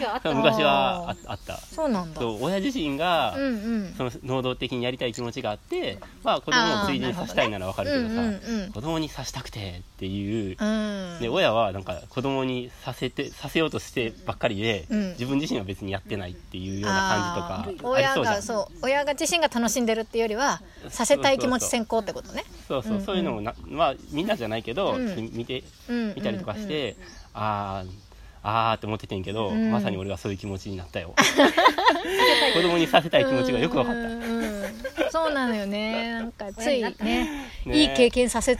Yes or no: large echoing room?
no